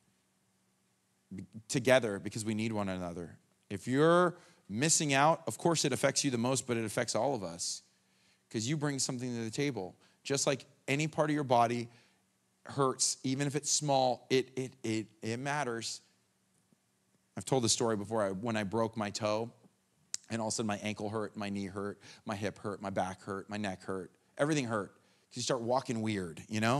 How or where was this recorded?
large echoing room